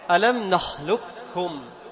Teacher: ذهاب الحرف والصفة، لا القاف ولا صفة استعلاء القاف · Term: إدغاما كاملا محضا